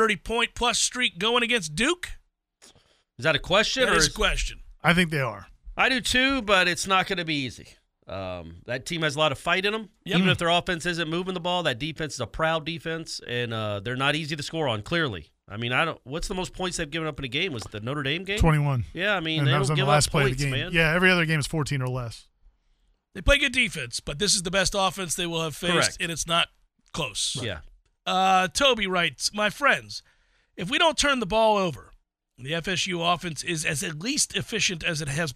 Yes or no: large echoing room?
no